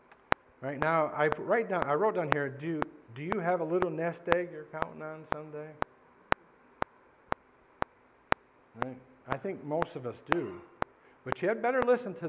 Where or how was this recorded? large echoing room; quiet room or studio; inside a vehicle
large echoing room